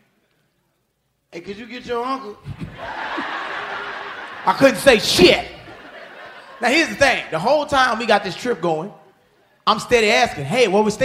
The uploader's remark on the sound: LIVE In Birmingham!